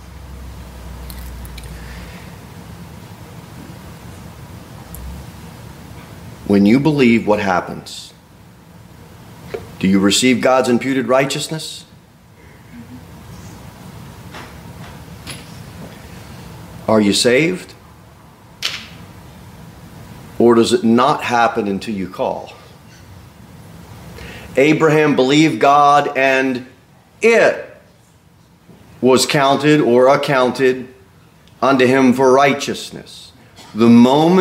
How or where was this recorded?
large echoing room